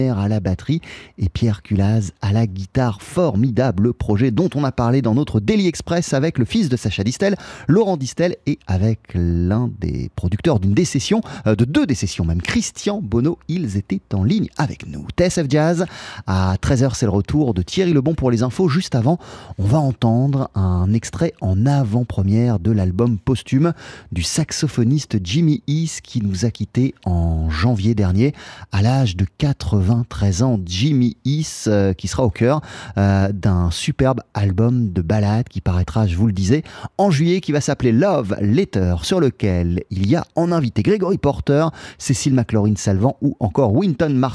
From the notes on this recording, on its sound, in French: On en parle ce midi par téléphone